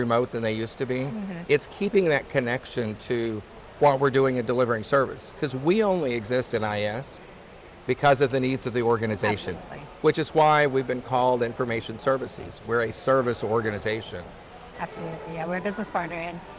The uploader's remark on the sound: It’s an Interview in Action live from the 2023 CHIME Fall Forum.